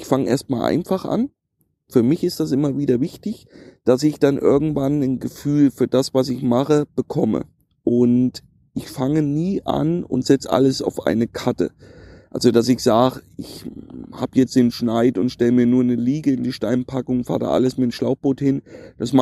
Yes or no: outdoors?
yes